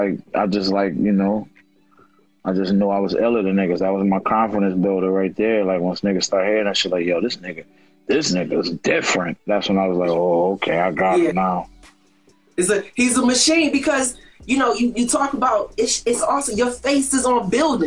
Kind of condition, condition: link, video call